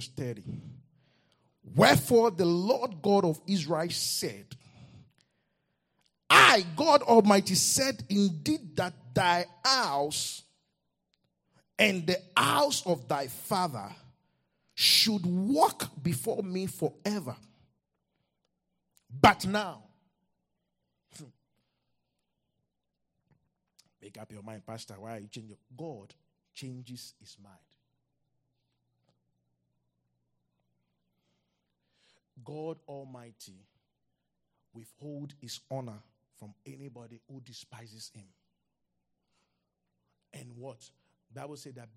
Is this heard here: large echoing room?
yes